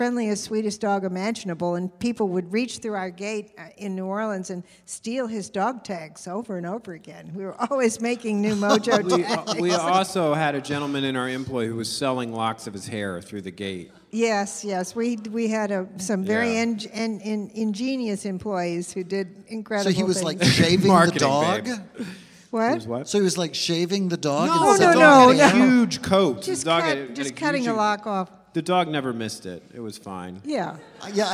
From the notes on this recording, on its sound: MONO. In the first ever “live on location” episode of The Dinner Party Show. LIVE from the floor of Bent Con, the only convention dedicated to celebrating LGBT contributions to pop culture and geekdom.